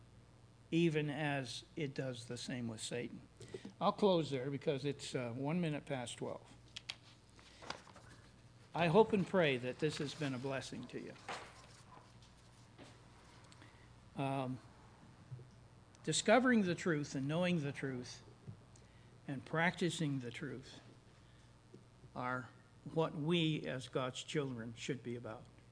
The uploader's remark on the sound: services recorded at Thornville Baptist Church